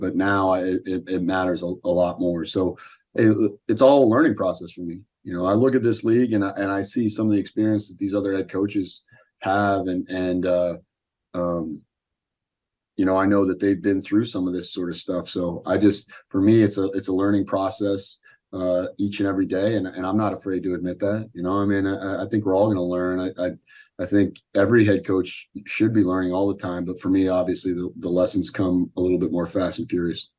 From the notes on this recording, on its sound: SBC Zoom Call 10/23